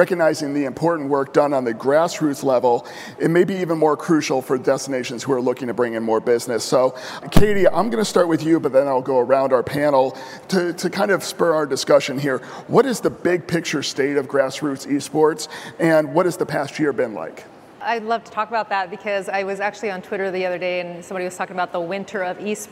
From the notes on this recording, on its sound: In this session, attendees were able to hear the experiences and advice from a panel of experts